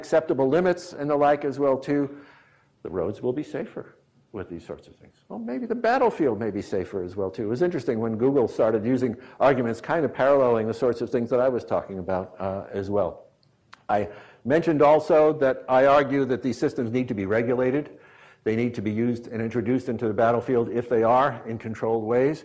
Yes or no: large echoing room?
yes